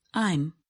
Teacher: In this contraction, the a sound in am is harder to hear. This happens because the speaker uses less force to say the vowel sound. · Term: weak forms